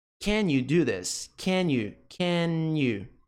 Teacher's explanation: Acontece uma ligação entre o N aqui e o Y do you.